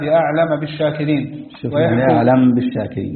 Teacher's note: وأما الميم فأخفاها عند الباء أخفاها يعني اختلسها · Term: إخفاء